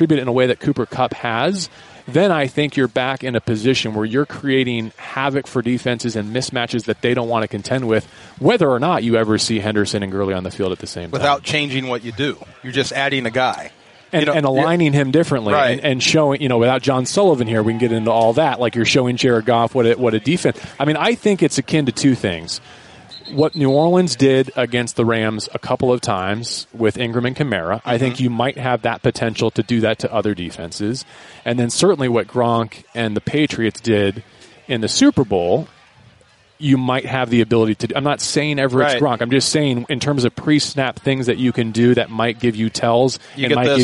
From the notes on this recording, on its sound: live from Rams training camp.